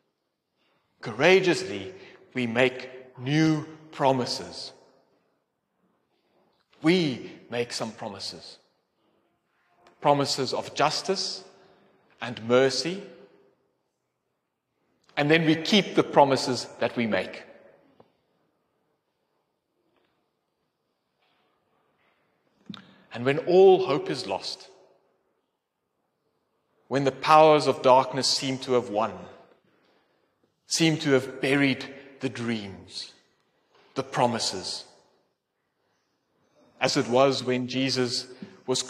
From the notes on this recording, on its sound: Sermon delivered in Athlone at the Calvyn Protestant Church during a combined service on 22 October 2023.